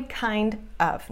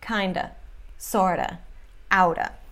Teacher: E a pronúncia não é kind of. Não tem pausa. E nem fala of v, no final. · Shown in: second take